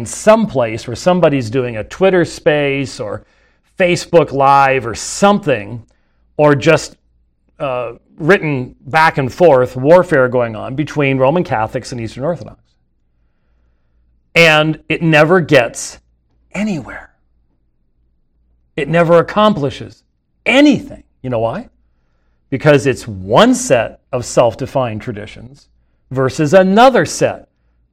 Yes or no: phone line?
no